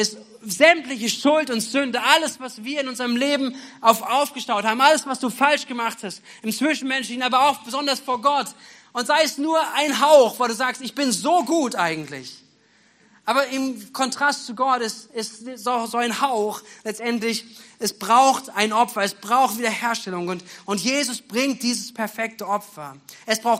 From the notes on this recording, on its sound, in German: Predigten aus der Missio Kirche. Gemeinde für Bad Kreuznach und Region.